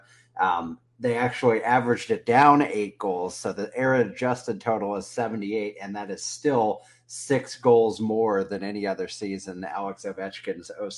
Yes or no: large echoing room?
no